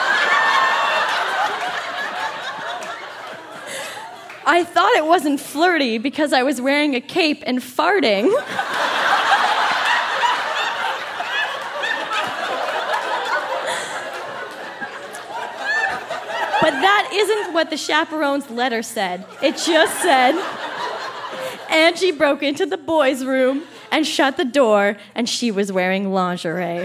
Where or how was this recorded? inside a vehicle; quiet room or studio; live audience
live audience